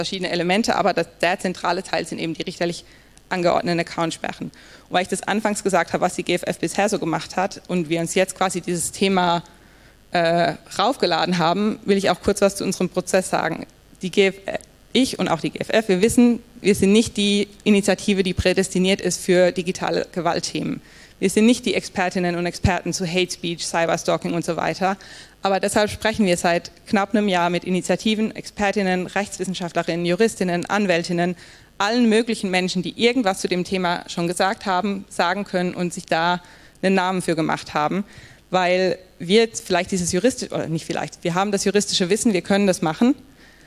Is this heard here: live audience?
yes